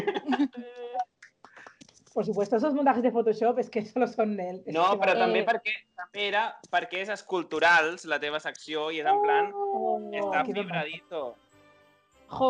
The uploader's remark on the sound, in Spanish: En este especial Navidad 2020, todo el equipo de La Sabionda se reúne, por supuesto a través de Skype, con este formato especial.